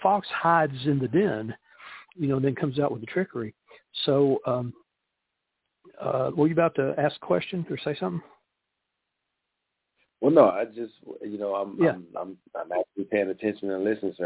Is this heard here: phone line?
yes